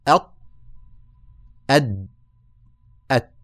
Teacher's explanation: الأطراف التي أول ما يمس الطعام في القطع هذا اسمه طرف إذا وضعت طرف اللسان مع أصول الثنايا ينتج منه الطاء والدال والتاء